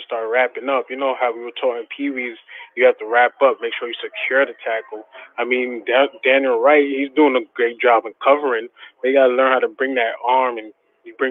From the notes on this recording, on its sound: takes your calls on the BamaInsider Call-in show